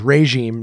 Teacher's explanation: The first syllable is sounded as ray. So it's regime, not regime.